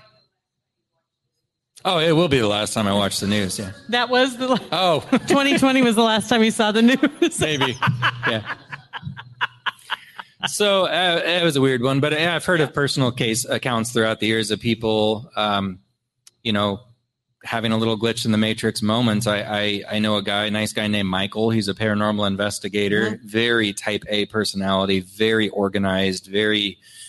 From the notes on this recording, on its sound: LIVE podcast recording at Hurrdat Sports Bar